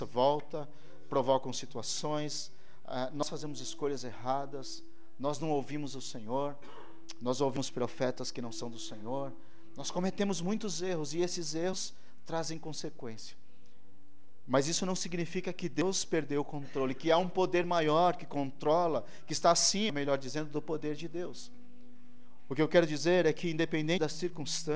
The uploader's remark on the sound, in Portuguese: ÁUDIO DO CULTO